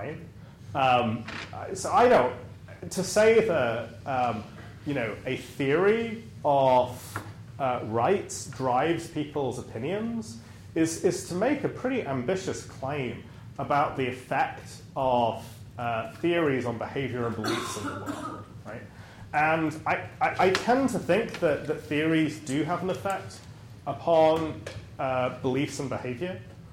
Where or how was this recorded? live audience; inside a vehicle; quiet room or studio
live audience